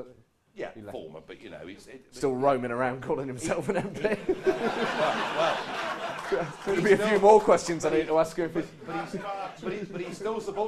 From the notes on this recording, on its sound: Recorded live at the St James Theatre.